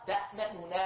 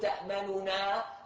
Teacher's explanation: هاي إخفاء لحركة الضمة في النون · Shown in: first take